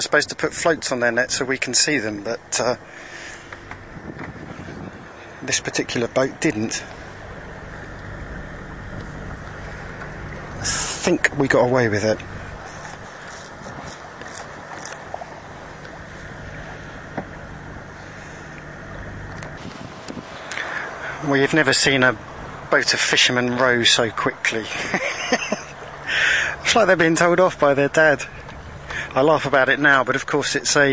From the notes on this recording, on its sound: This is the second of the podcasts recorded whilst transiting the Suez Canal from north to south. In this episode we witness our normally placid pilot lose it when we run over fishing nets...